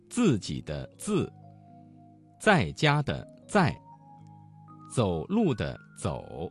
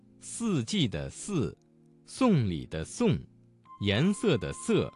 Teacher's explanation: 发音的时候，滋和呲要有爆破感，丝要有摩擦感